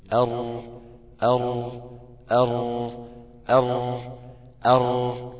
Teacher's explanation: نتفادى التكرار ان احنا نسيب فرجه، يبقى في التصاق من ناحيه وناحيه الثانيه ما فيش التصاق · Term: حرف الراء